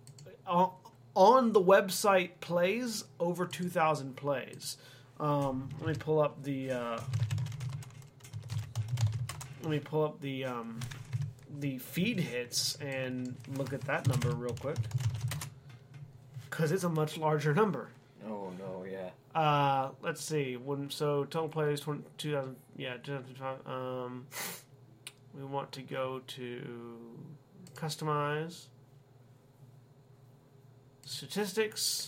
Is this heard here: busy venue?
no